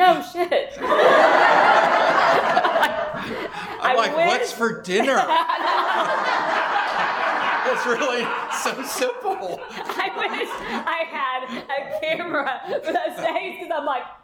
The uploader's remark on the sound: Big Book Workshop. This workshop was recorded live.